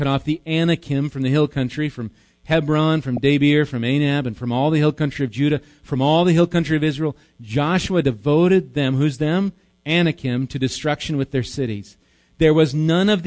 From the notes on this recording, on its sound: Recorded live at Bethany Bible Church